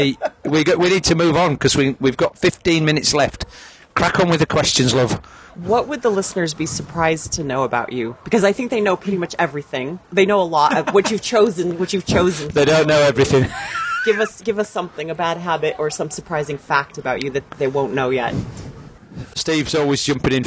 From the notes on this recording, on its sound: Last year we recorded our show live from the pub and it proved to be quite popular with the coaches and the listeners, so we’ve continued the trend this year. The White Lion.